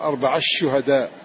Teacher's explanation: إضغام التاء في الشين